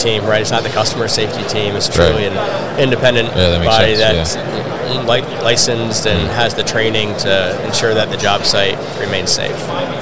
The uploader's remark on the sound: Hannibal Industries at MODEX 2022